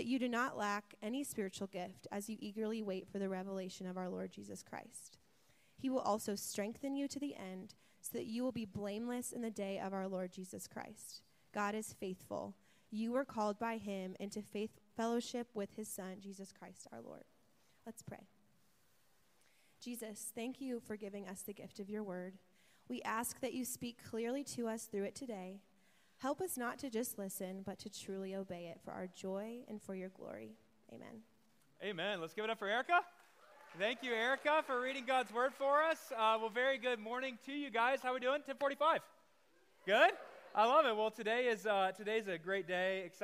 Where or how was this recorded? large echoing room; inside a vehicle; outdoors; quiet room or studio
large echoing room